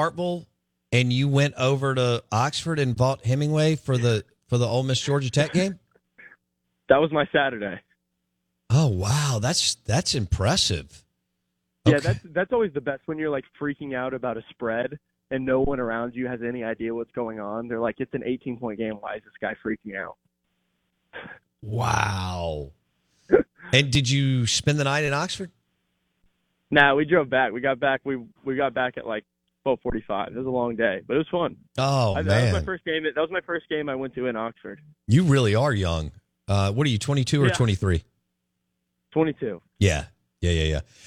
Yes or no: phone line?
yes